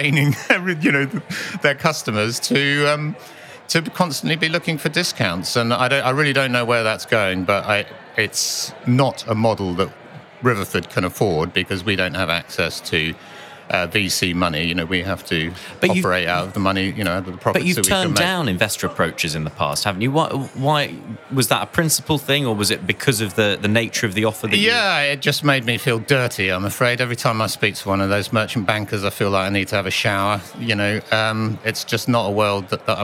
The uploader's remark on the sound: Recorded at the World Retail Congress 2019. In an exclusive interview, recorded at the World Retail Congress 2019.